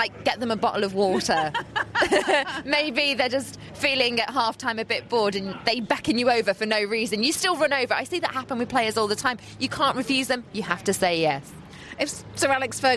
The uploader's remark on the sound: The Offside Rule (We Get It!) Euro Show is recorded post-match at White Hart Lane.